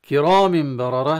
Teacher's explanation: كرام بررة، كرام راء مفخمة، والميم انتهت بتنوين، بعدها باء في بررة قلبت إلى ميم أخرى لكن ميم ساكنة، يعني كرام ميم براء، يعني ميمين، ميم مكسورة وميم ساكنة نتيجة إقلاب التنوين لميم مع فتح الخيشوم للغنة